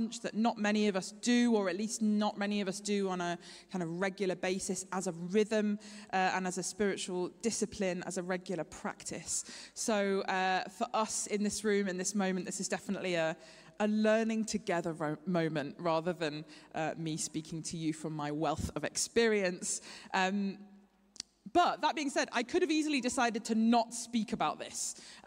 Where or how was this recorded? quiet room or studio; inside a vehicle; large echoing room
large echoing room